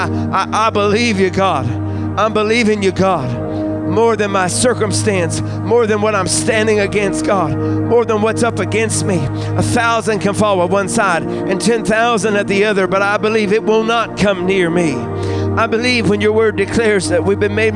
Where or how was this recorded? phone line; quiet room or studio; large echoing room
large echoing room